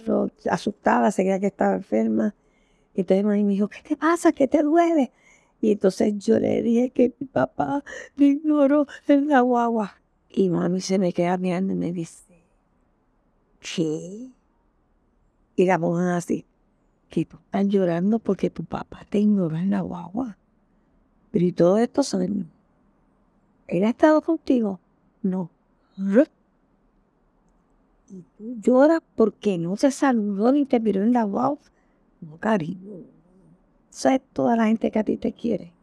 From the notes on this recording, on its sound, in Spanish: Desafiando el calor y el ruido.